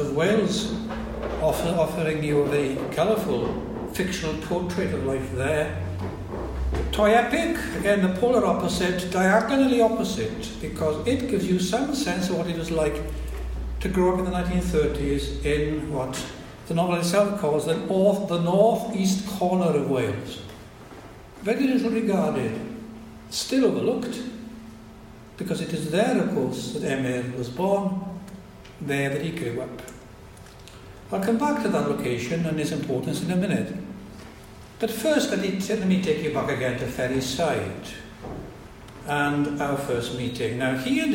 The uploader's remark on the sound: It was recorded at a Cymmrodorion event in April 2019.